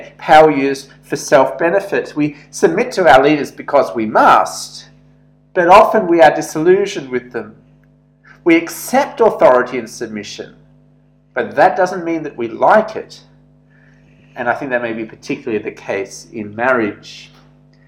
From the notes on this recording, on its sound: This sermon was preached at St George's Church, Penang on 7th July 2021.